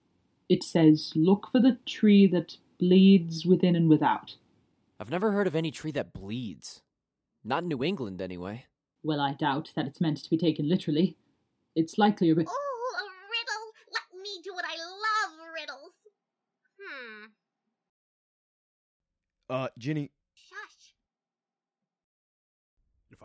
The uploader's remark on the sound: The first 6 episodes of our show were when we were still finding our audio footing and our voice.